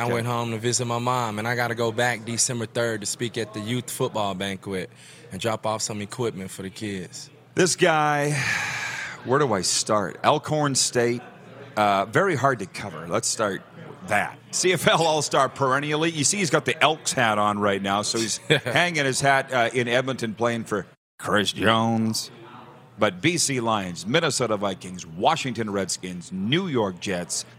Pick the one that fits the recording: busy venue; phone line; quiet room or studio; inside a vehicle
busy venue